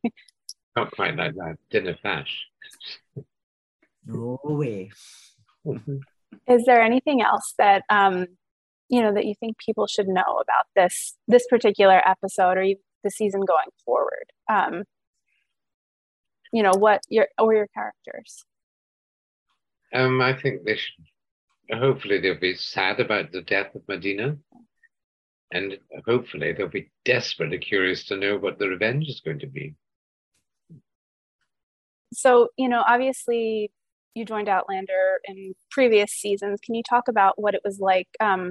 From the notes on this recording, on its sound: over Zoom for an exclusive interview